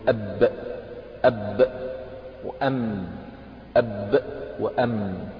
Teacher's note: الباء والميم تخرجان من الشفتين حال انطباقهما